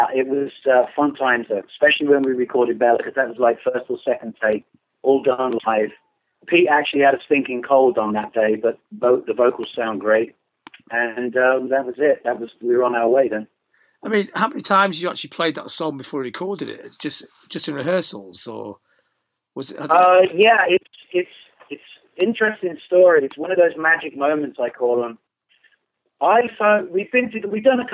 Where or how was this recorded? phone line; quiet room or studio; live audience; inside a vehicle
phone line